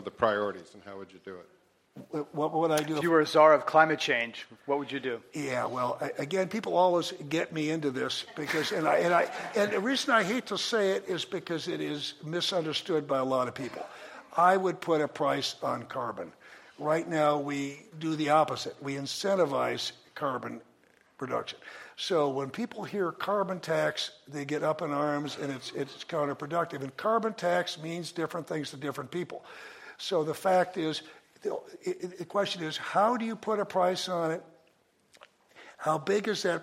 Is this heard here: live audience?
yes